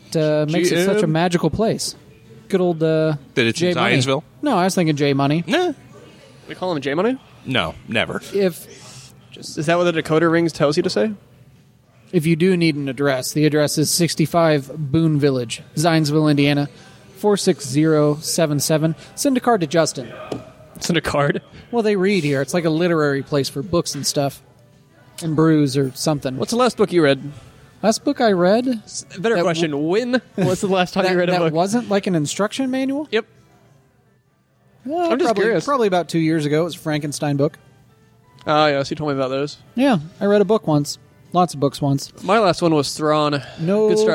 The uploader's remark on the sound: This shorty takes us on location to Books and Brews in Zionsville. This shorty takes us on location to Books and Brews in Zionsville.